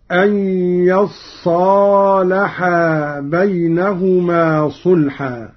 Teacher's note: قرأ قالون بفتح الياء وتشديد الصاد بعدها ألف هكذا: أن يصالحا بينهما صلحا.